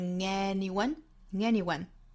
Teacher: 这个后鼻音和元音的连读